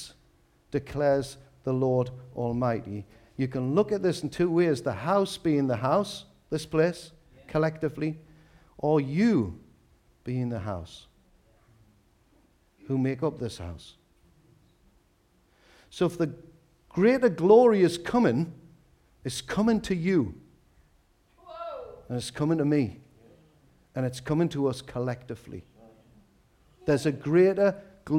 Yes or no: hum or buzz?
no